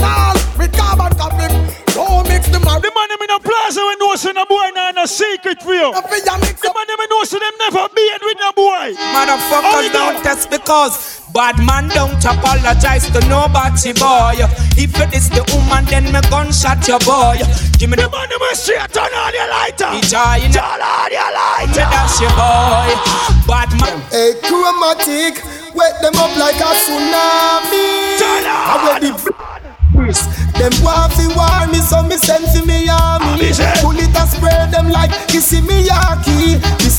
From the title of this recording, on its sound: PAN DI PLAZA LIVE AUDIO JAN 2020